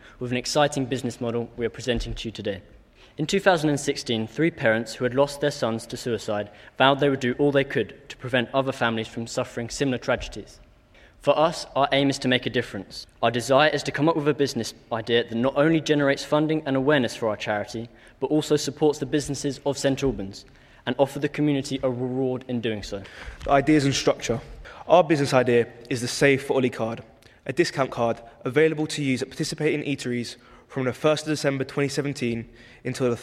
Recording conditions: large echoing room